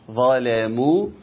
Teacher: الظاء عالية واللام أقل لأنها مرققة، فالظاء هتشد اللام فوق تطلع ظلا، لا عاوزين اللياقة ظلاموا معذراتهم، ولا النفي طبعا ولا هم يستعتبون، العين فيها توسط يستعتبون تعتبون، فبنعمل ايه نحافظ على العين انها نحافظ على التوسط بتاعتها.